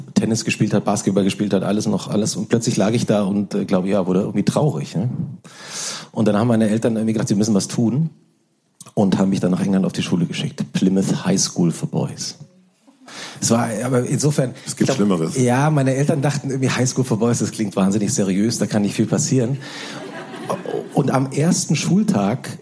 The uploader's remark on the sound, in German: Live vor Publikum in Leipzig interviewt.